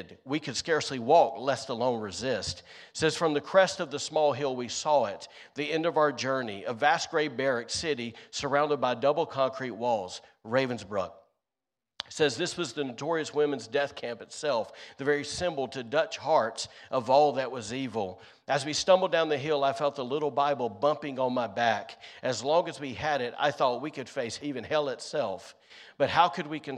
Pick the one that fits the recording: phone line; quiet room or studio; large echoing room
large echoing room